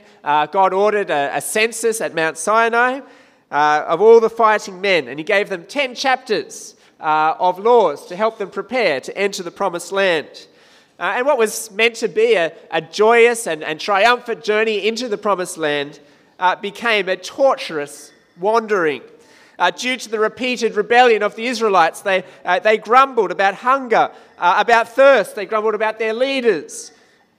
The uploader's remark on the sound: This sermon was preached at St Mary's Cathedral, KL on 19th June 2016.